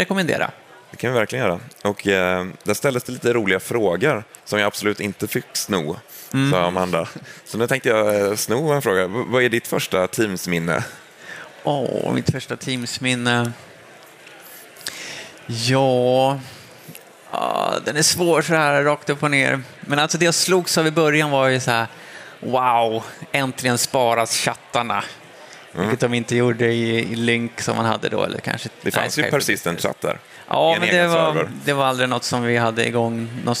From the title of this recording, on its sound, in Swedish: Live från Teamsdagen 2023